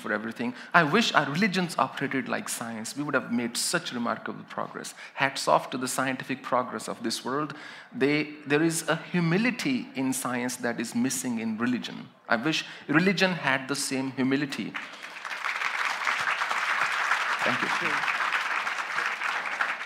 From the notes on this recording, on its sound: A live session from #JaipurLitFest2020.